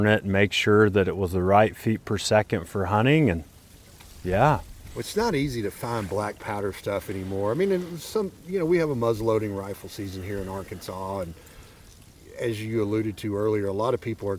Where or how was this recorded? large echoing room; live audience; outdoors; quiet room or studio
outdoors